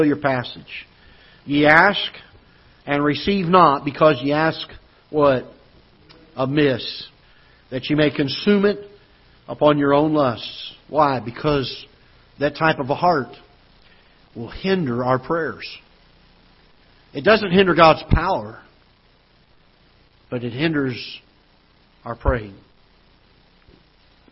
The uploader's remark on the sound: Ketha Heights Baptist Church ~ Live Broadcast